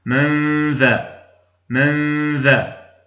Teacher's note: فأنت ترفع اللسان للإخفاء ثم تفتحه على الذال، فأنت قمت هنا بعمل واحد. · Term: الإخفاء